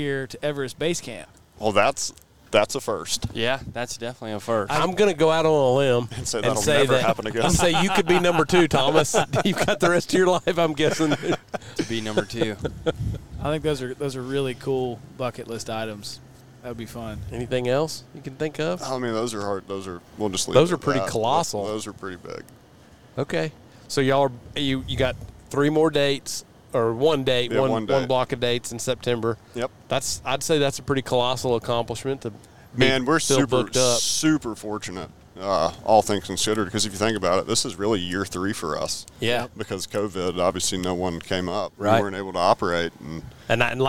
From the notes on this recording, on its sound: On our way back from West Point, MS, we fired up the podcast board and recorded an episode